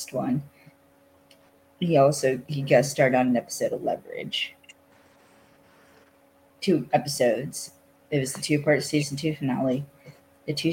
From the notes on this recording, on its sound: Fair warning this episode has a lot of technical issues cause that's just how the day went.